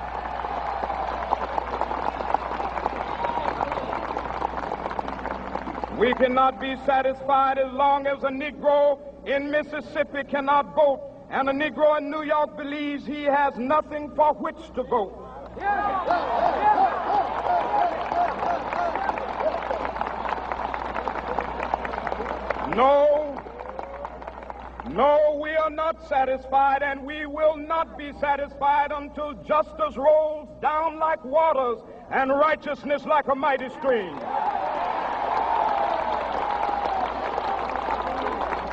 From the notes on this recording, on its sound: This speech was delivered to thousands of Americans, both black and white, who were yearning for a freer and more inclusive society.